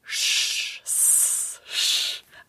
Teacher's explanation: We use the palate just to refer to the back part of the roof of your mouth, and the sh sound, which is on the palate or near the palate